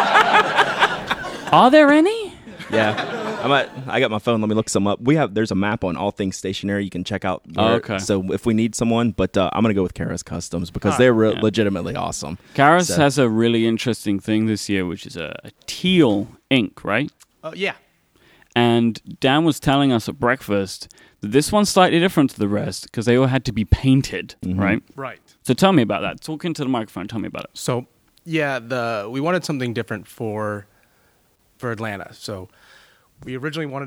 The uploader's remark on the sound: This week's episode comes to you live from the Atlanta Pen Show. In front of a fantastic audience.